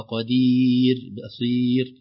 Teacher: هذه الراء ساكنة وقفنا عليها، قبلها مد أو الكسرة، ياء مدية